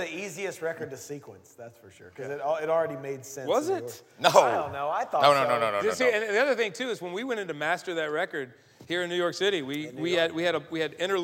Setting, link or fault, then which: setting, live audience